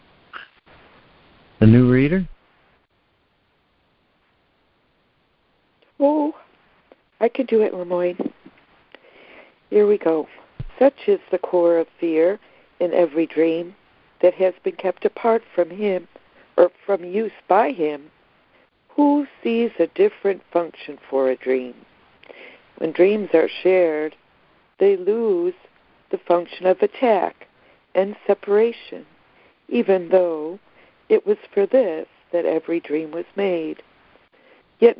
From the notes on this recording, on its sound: ACIM Daily Conference Call